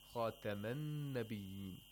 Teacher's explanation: So in verse 40, we have a Hamzatul Wasl in the word An-Nabiyyin. But when we connect the previous word to An-Nabiyyin, it becomes Khataman Nabiyyin. We don't say Khatama An-Nabiyyin.